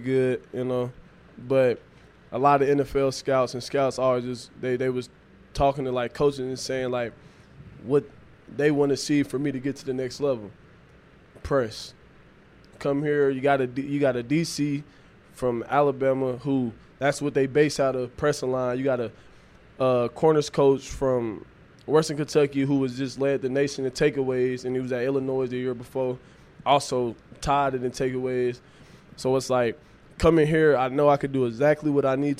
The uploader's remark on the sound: LIVE! From Ole Miss Media Day